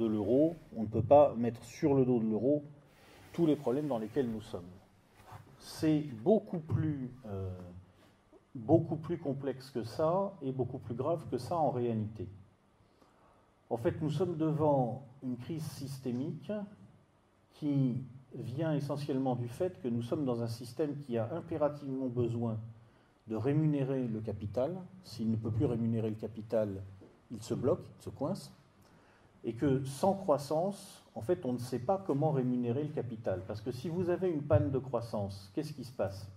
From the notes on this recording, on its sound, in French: le 3 juin 2017 à Amiens pour une conférence